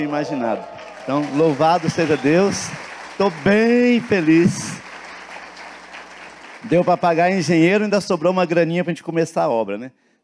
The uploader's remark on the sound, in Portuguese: na Igreja ABA Curitiba (Transmitido ao vivo)